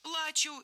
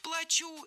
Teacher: Ударим «а» – «плачу» и хочется плакать. Ударим «у» – «плачу» и придется заплатить. · Shown in: second take